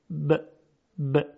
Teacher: ب ب. میبینیم که صدای با از میان دو لب خارج میشه. مخرج حرف با لب ها هستند.